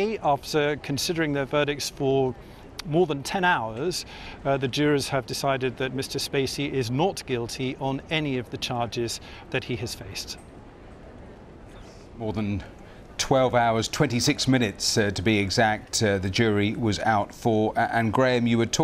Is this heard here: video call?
no